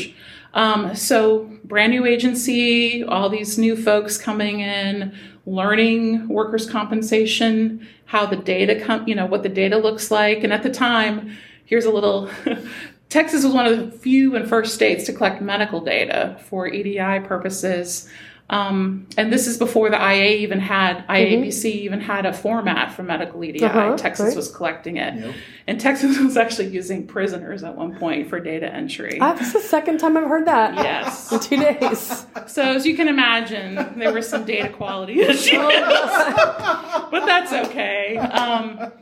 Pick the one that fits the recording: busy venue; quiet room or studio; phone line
busy venue